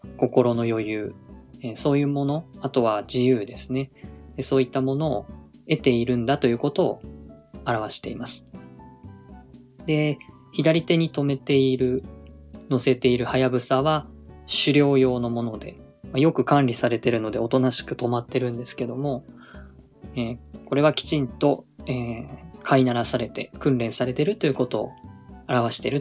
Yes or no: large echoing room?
no